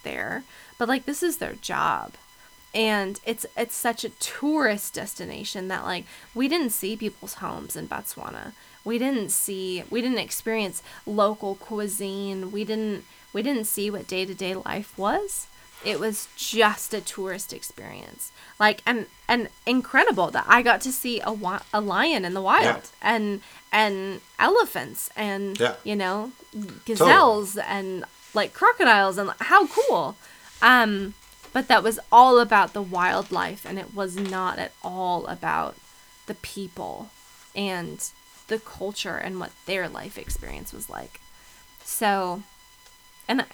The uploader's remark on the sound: We apologize for the high pitched buzz (insert drinking joke here) during this week's episode, we couldn't resolve it during editing.